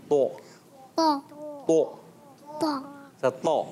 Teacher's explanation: होंठ गोल नहीं करेंगे, पुर करेंगे